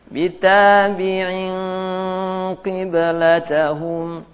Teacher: Sebagian khusus pada qaf al-kasrah maka dibaca dengan tafhim nisbi atau dengan tipis